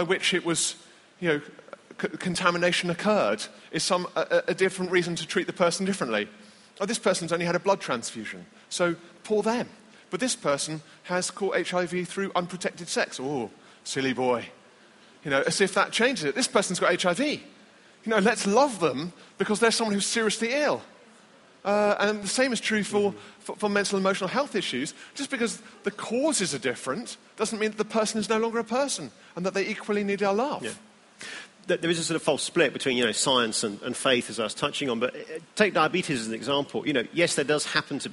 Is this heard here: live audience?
yes